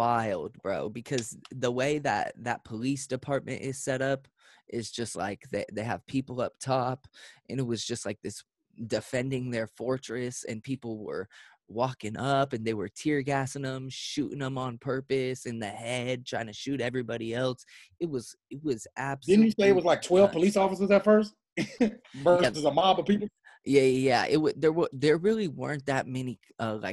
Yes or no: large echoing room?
no